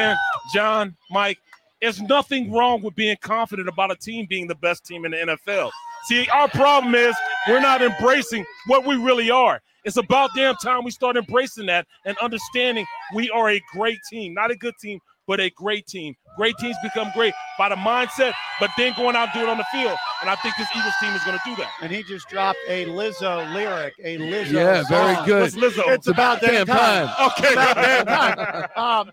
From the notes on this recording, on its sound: We're Live from Philly’s Sports Bar & Grill in Arizona for Live edition of the Takeoff Podcast on the eve of the Super Bowl.